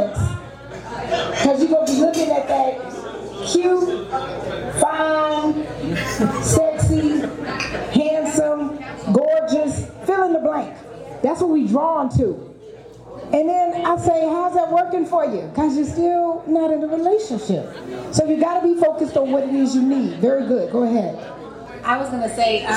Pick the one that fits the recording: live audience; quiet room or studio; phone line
live audience